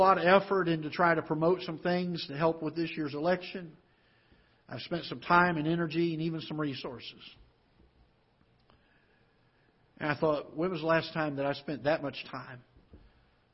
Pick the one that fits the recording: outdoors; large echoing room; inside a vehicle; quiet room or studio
large echoing room